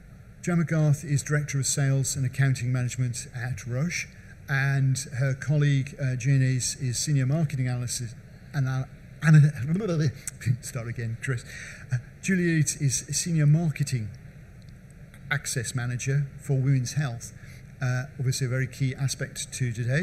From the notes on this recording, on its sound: At the Med-Tech Innovation Expo during the Med-Tech Innovation Conference